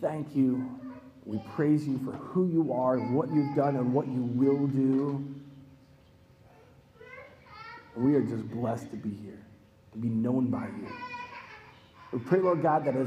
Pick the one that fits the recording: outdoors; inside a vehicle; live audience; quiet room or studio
live audience